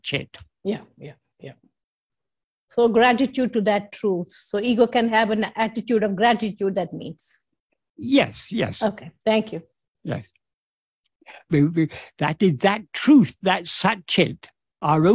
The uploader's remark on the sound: In a Zoom meeting with Sri Ramana Center, Houston